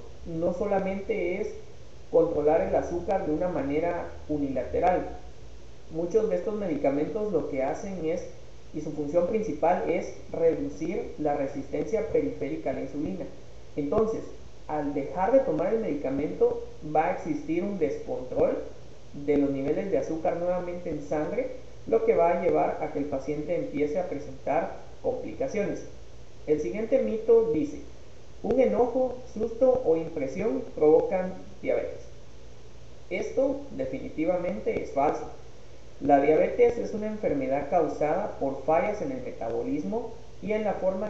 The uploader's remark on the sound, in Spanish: Con algunas dificultades de audio